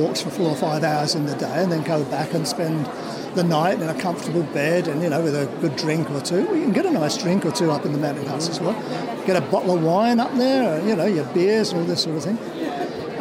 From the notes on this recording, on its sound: This is the third and final part of the series recorded at the Adventure Travel Show.